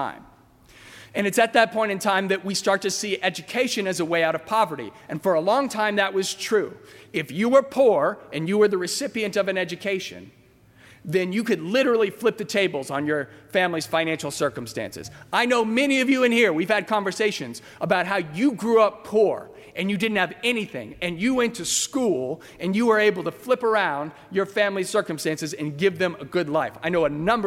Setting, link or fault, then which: setting, large echoing room